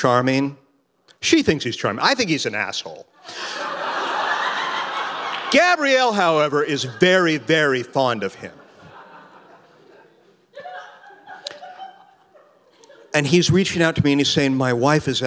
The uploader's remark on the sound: Recorded at The Alberta Rose Theatre in Portland, OR on June 11, 2016.